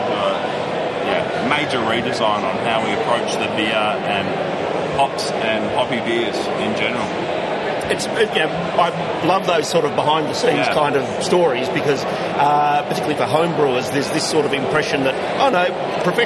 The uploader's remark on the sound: Interviews from the recent Williamstown Beer & Cider Festival. Because this was an outside broadcast the audio may not be up to our usual standards.